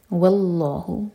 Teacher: علم، میم کو ساکن کر کے رکیں گے. واللہ واو لائٹ لام جلالہ ہیوی